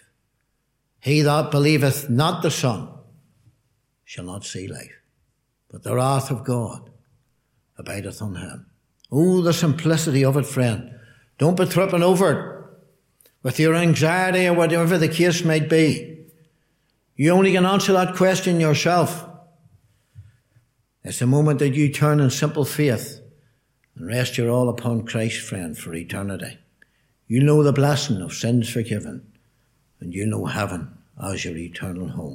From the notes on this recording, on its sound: Gospel Audio from Ballyclare Gospel Hall